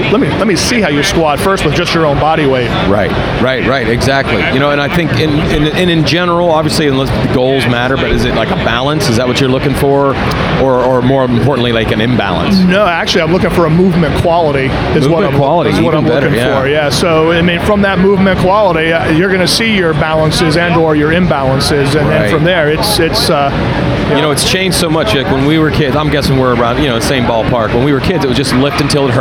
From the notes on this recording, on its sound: With the roar of the 2018 Arnold Sports Festival going on all around them